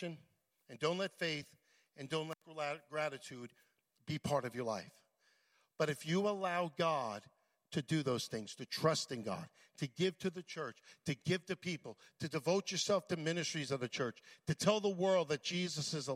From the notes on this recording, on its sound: at Full Gospel Church Livingston, NJ.